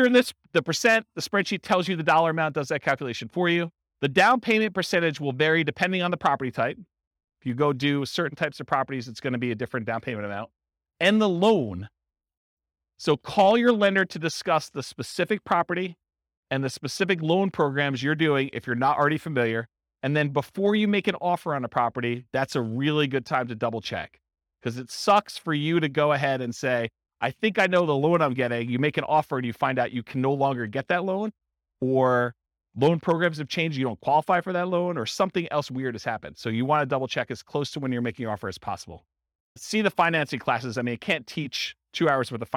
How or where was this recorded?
live audience